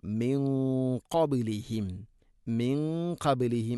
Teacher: മിൻ ഖബ്ലിഹിം എന്ന് ഓതരുത്, മിൻ ഖ. ഖാഫ് സ്വരഭാരത്തിൽ ഉച്ചരിക്കേണ്ട അക്ഷരമായതിനാൽ അതിൻ്റെ കൂടെ വരുന്ന ഗുന്നയും സ്വരഭാരത്തിലായിരിക്കണം.